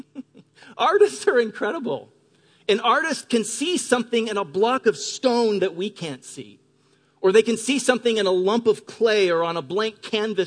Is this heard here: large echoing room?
yes